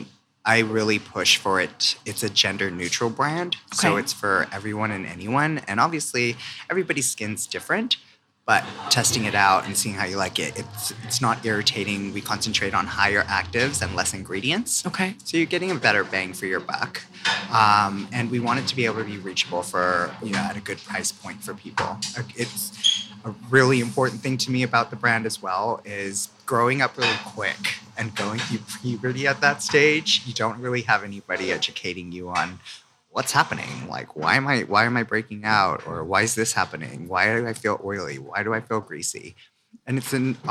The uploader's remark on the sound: Live from Habitat in Byron Bay